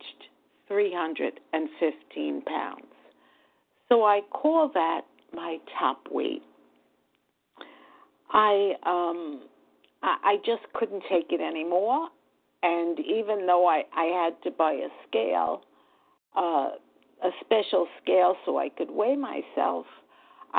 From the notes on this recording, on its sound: 100 Pounders Phone Meeting